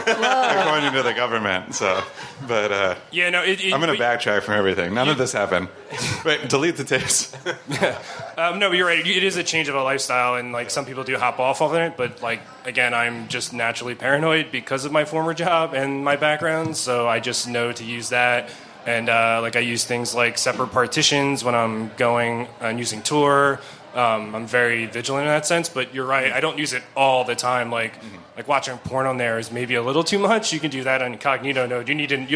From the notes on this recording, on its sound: LIVE PODCAST. The Radio Motherboard crew recorded a podcast in front of a live audience at the Work x Work On Air festival. Special thanks to Brooklyn's Wythe Hotel and work x work ON AIR, a pop up live streaming radio lounge that explored creativity and storytelling.